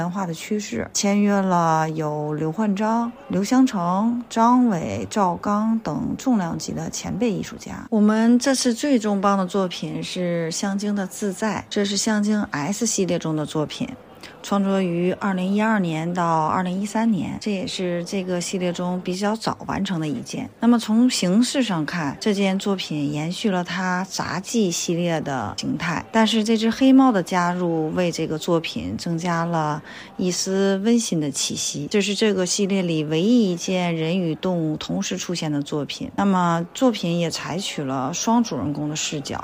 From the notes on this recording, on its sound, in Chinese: 西岸现场快问快答。现场观展客人众多，杂音较重。本次我们特别邀请了西岸艺博会现场的画廊主理团队接受我们的快闪提问与部分作品导览解读。